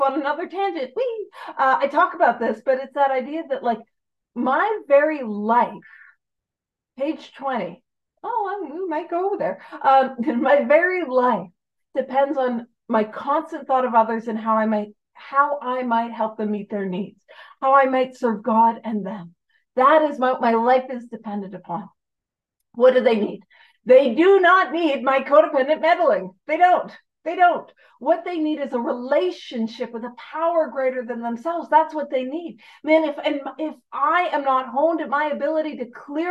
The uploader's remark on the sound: On the Zoom platform 12/10/2023. Gives a talk on Step 12 on the Zoom platform.